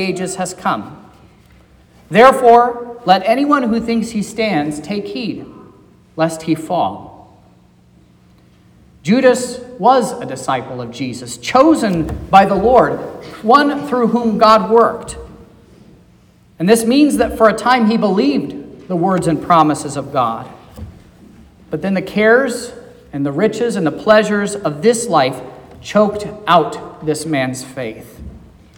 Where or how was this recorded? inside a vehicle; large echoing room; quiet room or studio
large echoing room